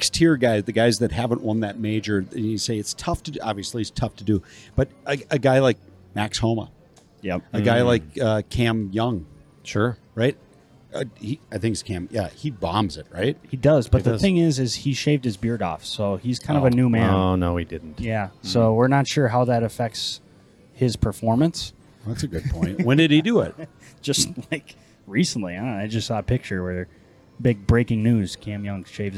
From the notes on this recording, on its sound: we broadcast live from the Dakota Magic Hotel & Casino in the Dakota Nation Sports Book